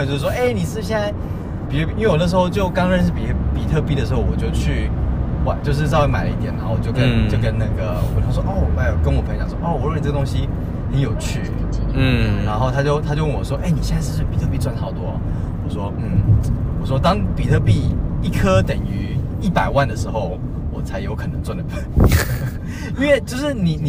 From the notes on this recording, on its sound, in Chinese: 我們把整個錄音室搬到了車上，在行車的路上